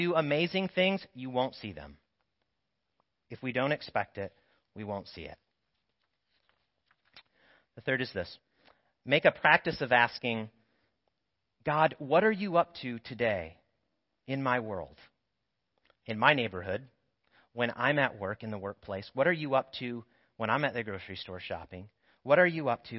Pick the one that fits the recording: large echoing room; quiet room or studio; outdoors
large echoing room